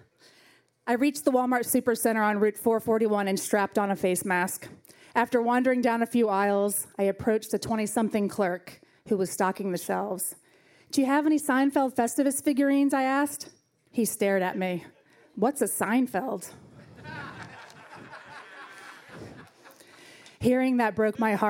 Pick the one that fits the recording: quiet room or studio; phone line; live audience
live audience